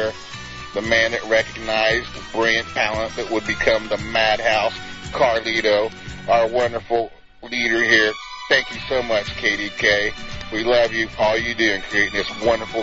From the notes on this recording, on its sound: Prank Phone Calls Collection